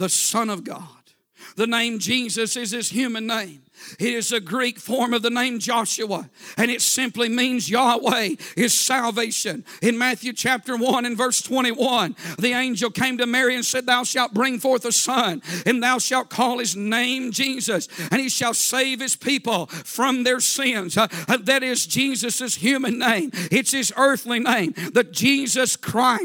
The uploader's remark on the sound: A sermon preached Sunday Morning, on August 20, 2023.